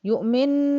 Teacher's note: هقف على نون مشددة، يعني هعمل غنة